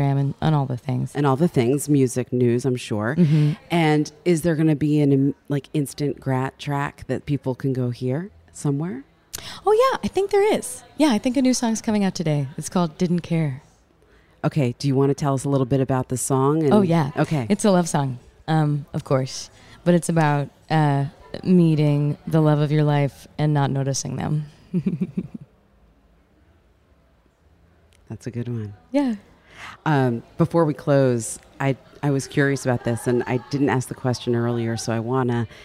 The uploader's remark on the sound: Live at Newport Folk Festival